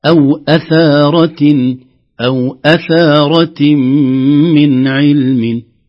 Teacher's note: الهمزة الأولى ليست ممدودة، عليها حركة فقط